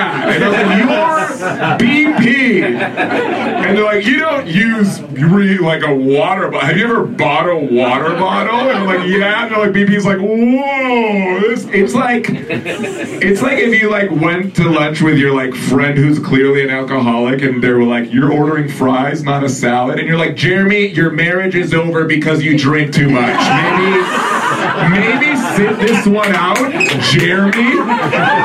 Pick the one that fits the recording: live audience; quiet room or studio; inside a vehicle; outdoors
live audience